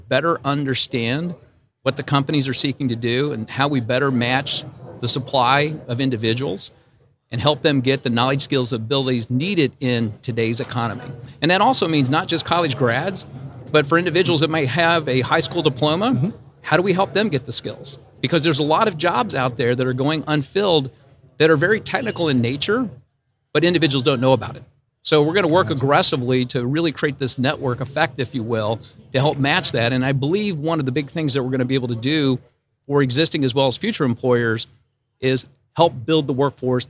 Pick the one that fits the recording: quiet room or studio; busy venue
busy venue